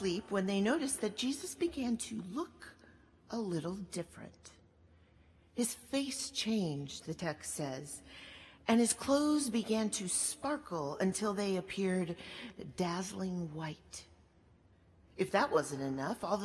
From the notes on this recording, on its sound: At Duke Chapel on March 3, 2019.